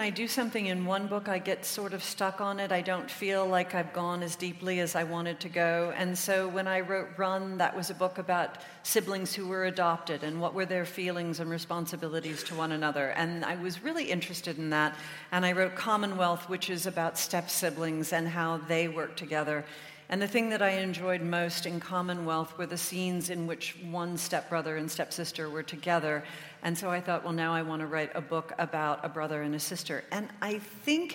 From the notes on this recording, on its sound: In her only UK appearance of 2019. Recorded live at the Emmanuel Centre.